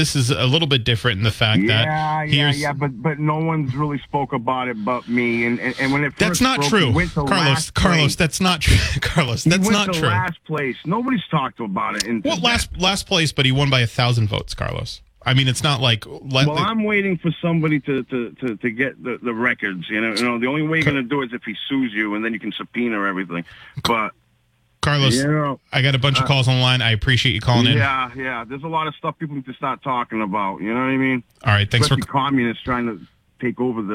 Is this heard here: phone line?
yes